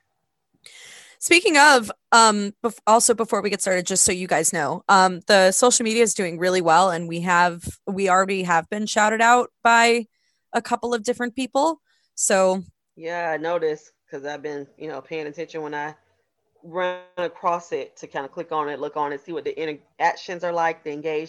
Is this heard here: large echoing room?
no